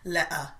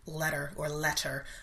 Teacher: they use a lot of glottal stops um, in in their speech · Shown in: first take · meaning like lea uh, instead of letter or letter.